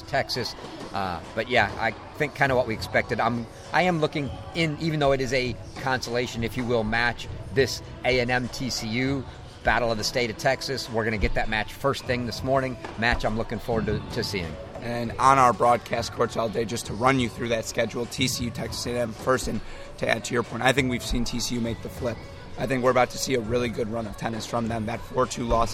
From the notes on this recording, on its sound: come to you live from Wisconsin's Nielsen Tennis Stadium